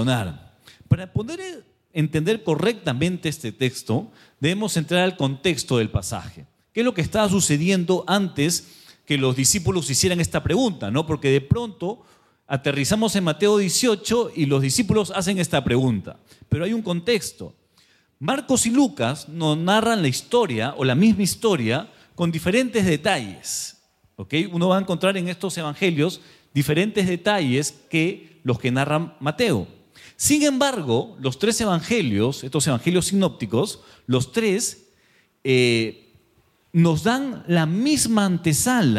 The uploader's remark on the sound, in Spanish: Presentado en vivo el domingo 6 de agosto de 2023 Este podcast es la retransmisión de la reunión de iCafe de cada domingo. Mariscal Sucre 317, Barranco.